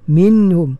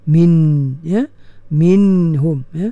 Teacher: izhar pun dalam keadaan kita kena tunaikan sifat gunnah, sifat bergema tu